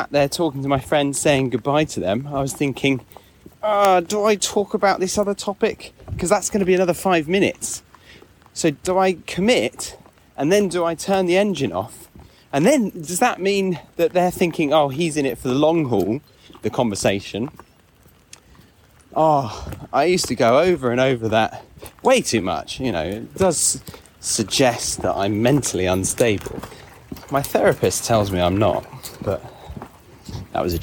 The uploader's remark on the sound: takes you out of the sound booth and on a quick dog walk to try a new "authentic" style of recording